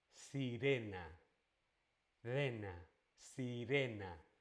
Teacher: la R es una única vibración · Term: R simple